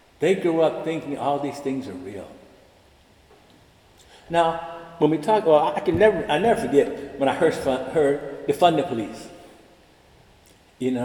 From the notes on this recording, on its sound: delivered the Cum Laude Convocation address March 24, 2023, in the Irvine Memorial Chapel